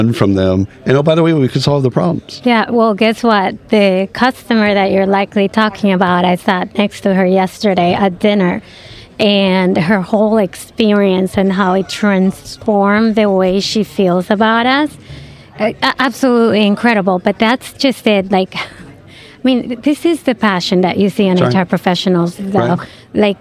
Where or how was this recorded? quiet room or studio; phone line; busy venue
busy venue